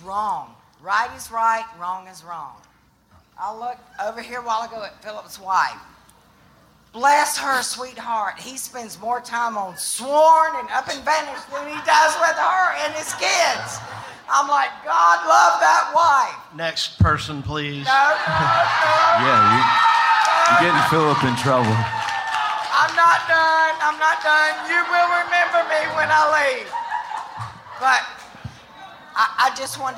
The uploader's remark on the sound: On July 30th at Terminal West in Atlanta we gathered with a few hundred Up and Vanished supporters to listen to the Season finale live, followed by a Q&A.